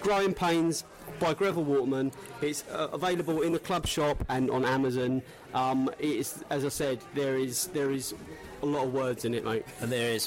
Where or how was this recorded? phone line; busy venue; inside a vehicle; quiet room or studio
busy venue